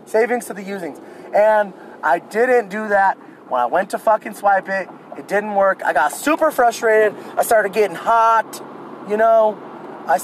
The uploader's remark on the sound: Here's a special Drive & Pod episode I recorded while on a daring mission out in the midst of covid-19 to find and purchase "Toilet Paper".